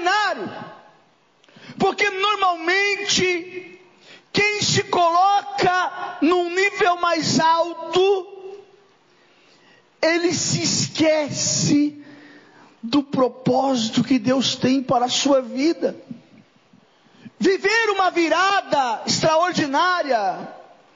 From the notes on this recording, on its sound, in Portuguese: Culto de Causas Impossíveis.